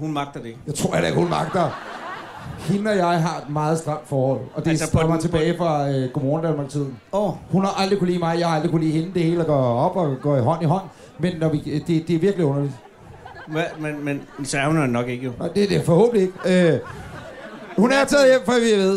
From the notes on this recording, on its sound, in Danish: Ugens afsnit er optaget under Folkemødet 2018 på Gæstgivergården i Allinge. Foran en fuldstændig pakket gårdhave evalueres der på Folkemødet.